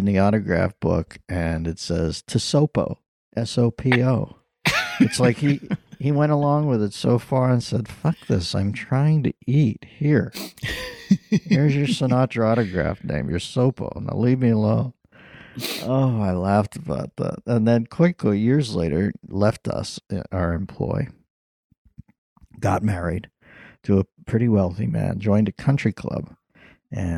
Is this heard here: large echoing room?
no